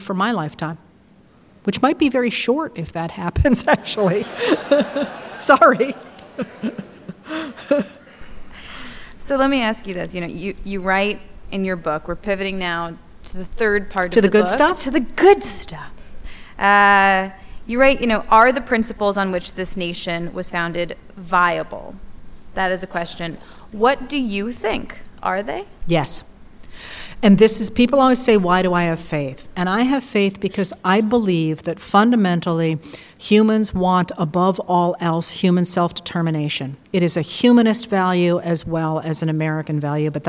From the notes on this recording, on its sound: live series Writers on a New England Stage at the Music Hall in Portsmouth, NH